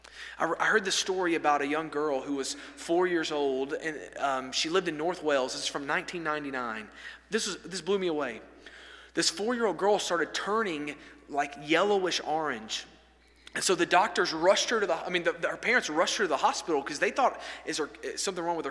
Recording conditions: large echoing room